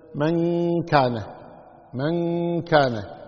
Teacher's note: فالنون موجودة لكن لا تخرجها تماما، لا تلصق اللسان باللثة فوق · Term: الإخفاء